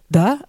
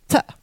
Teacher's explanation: There's no way to make a long D. The obstruent D has voice. Voice is that your throat moves while you speak it. · Shown in: first take · This is the difference between a D, da, and a T, ta.